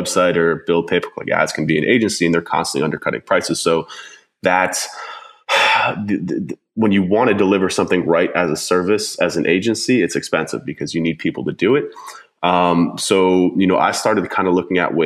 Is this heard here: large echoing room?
no